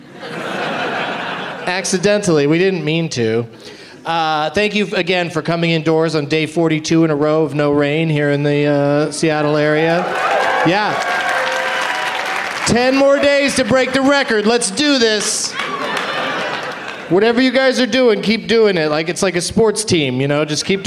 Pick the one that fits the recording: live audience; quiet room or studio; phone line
live audience